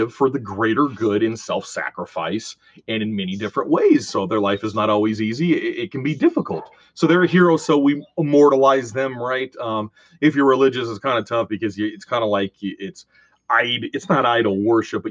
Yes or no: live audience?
no